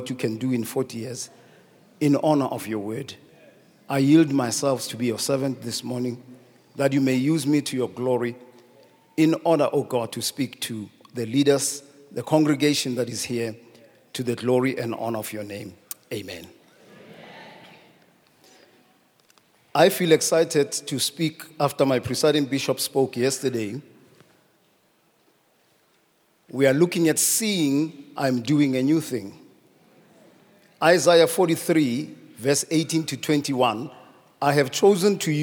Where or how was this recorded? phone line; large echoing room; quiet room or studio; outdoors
large echoing room